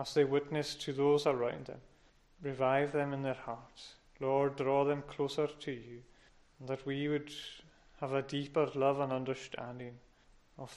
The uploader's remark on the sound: Recorded at North Harris Free Church on Sunday Morning 10th October 2021.